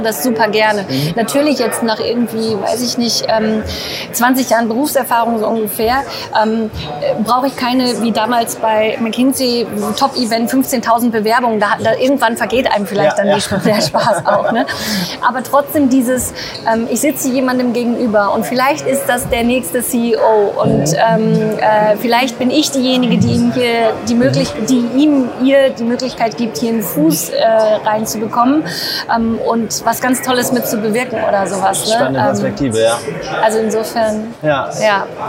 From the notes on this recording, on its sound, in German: sie fand vor wenigen Tagen live, mitten auf dem Recruiting Community Festival #RC22 in Berlin statt